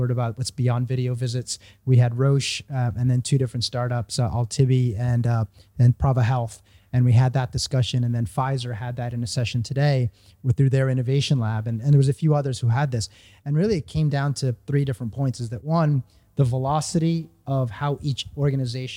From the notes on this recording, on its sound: In this special, live edition of the pharmaphorum podcast, recorded at the conclusion of Frontiers Health 2022. The show last week in Milan.